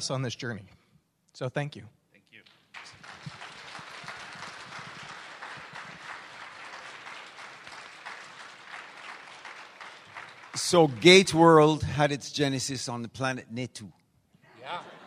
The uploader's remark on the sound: Please note, as this was a LIVE, on-site event, this episode is not optimized for an audio podcast. LIVE on stage at Gatecon!